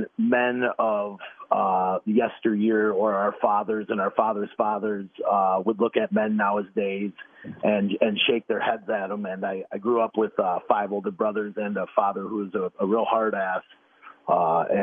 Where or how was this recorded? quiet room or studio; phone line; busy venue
phone line